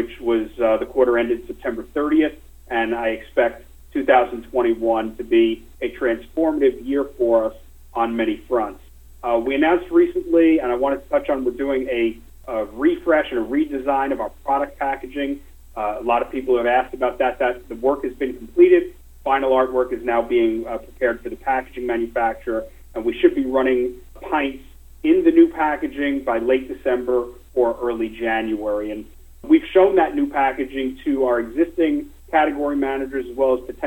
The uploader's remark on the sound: Nightfood Investor Conference Call for October 28, 2020 (NGTF)